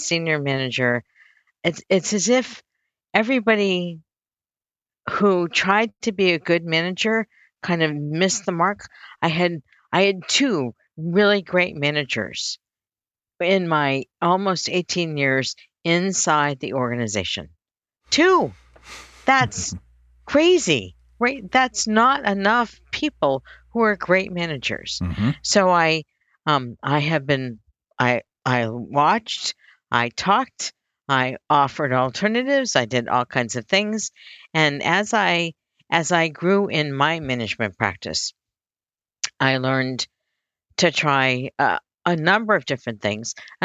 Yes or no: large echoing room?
no